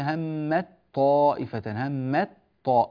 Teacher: بعض الناس إذا قرأ يقول همت طائفة، همت طاء، يبدأ بتاء وينتهي بطاء، هذا غير صحيح. ننتقل من ميم إلى طاء مباشرة، والتاء لم يعد لها أثر ولا وجود البتة، اللهم إلا إذا وقفنا عليها نقول همت، مش نقول همط، همت.